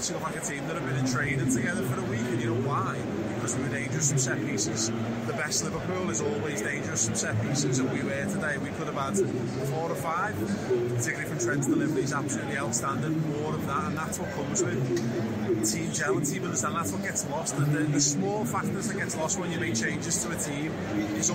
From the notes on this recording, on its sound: live from Anfield